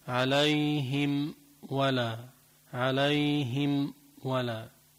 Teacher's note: وأما بالنسبة للواو فالواو والميم مخرج واحد، الشفة وما من الشفة. · Term: إظهار شفوي